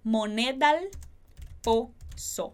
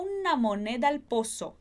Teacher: Lançou una moneda al pozo. Aqui como moneda termina com A e al começa com A, a gente vai acabar pronunciando somente uma vez esse A e fica moneda al pozo.